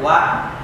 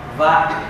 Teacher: cực Nam Việt Nam họ đọc là wa, nhưng mà ở Thích Lan, Nepal, Ấn Độ, Bangladesh thì họ đọc là va